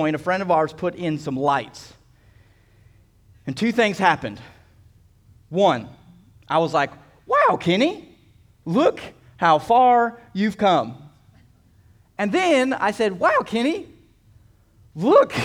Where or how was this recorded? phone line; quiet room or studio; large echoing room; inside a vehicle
large echoing room